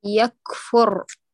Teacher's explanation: يكفر أر ارتعادة واحدة كافية